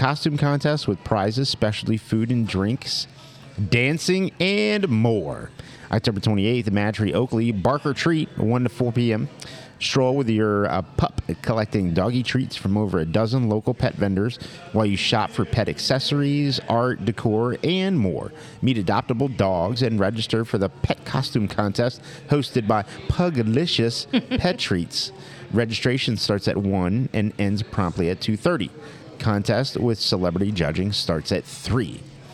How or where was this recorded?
busy venue